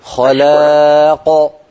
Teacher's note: انتبهي إلى تفخيم القاف من خلاق عند الوقف